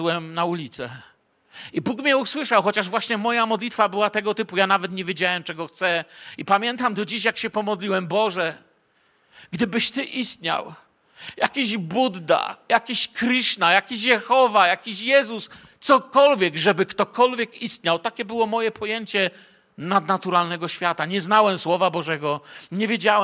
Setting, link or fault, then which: setting, large echoing room